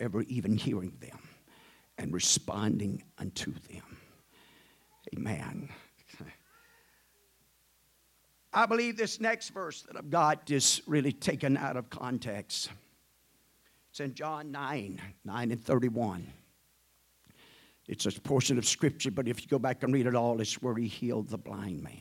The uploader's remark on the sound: at the First Jesus Name Church of Benndale on the Sunday night